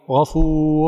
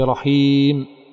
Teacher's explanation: لأن هذه الحروف لا تنسب إلى عضو نطق معين، تنتشر في الفم كله منذ أن تمر بالحنجرة وتهتز معها الأوتار الصوتية ثم تخرج ولا يعترضها شيء إلى خارج الفم. والفرق بينها ضم الشفتين في الواو وخفضهما في الياء · Term: الواو المدية